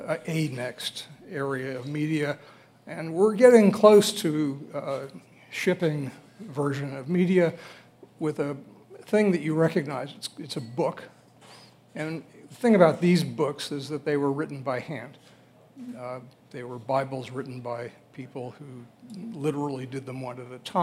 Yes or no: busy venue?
yes